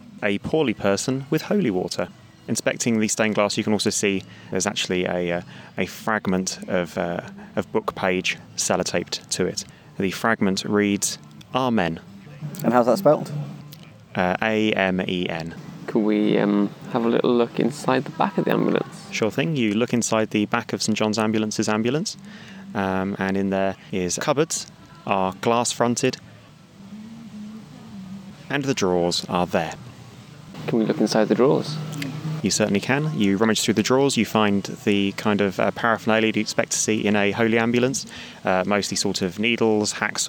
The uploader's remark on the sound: This week we're coming to you liiiiiiive from the Frocester beer festival ! This week we're coming to you liiiiiiive from the Frocester beer festival ! It's an awesome annual festival, and we did a recording there because why the heck not eh?